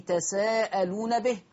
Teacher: حفص هيقرأ بتخفيف السين. واتقوا الله الذي تساءلون به، قرأ ورش بتشديد السين